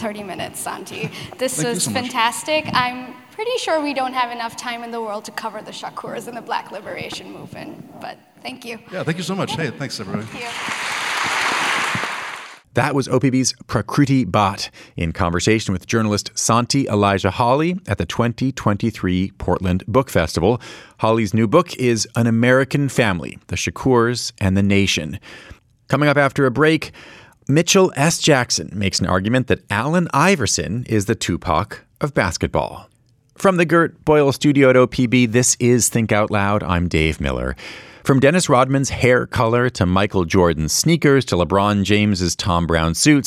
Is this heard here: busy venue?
yes